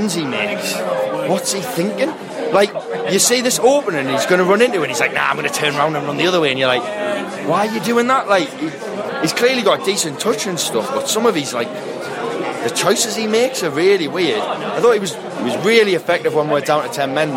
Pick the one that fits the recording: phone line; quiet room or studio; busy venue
busy venue